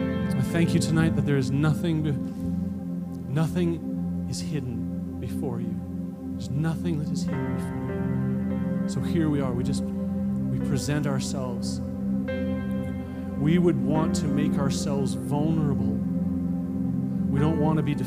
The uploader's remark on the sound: at Resurgence Edmonton on Saturday, January 12 at Shiloh Baptist Church.